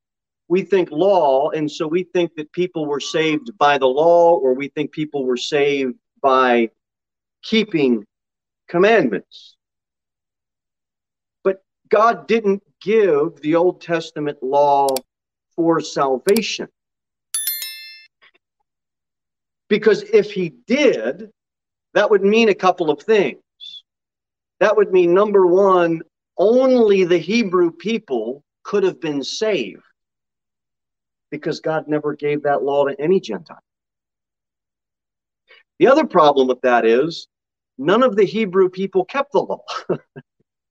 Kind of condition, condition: setting, large echoing room